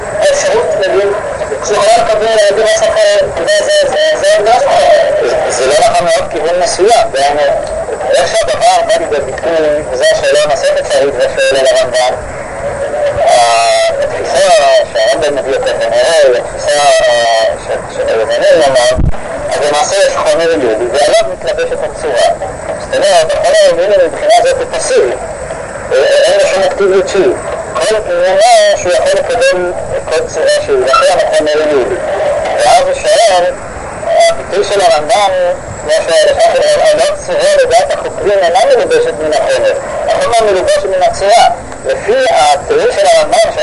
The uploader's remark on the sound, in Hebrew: ההקלטה באיכות נמוכה